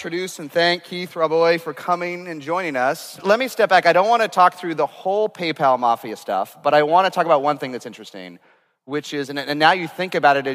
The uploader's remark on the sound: This episode was recorded at Saastr Annual 2016